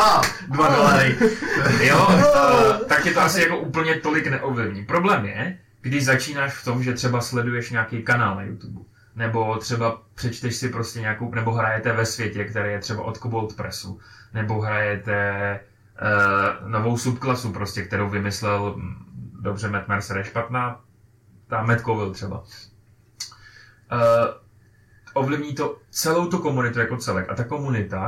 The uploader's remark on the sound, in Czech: Zároveň bychom chtěli upozornit a omluvit se za zhoršenou kvalitu zvuku. Nezkontroloval správné zapojení mikrofonu a díl byl nahraný na špatný mikrofon.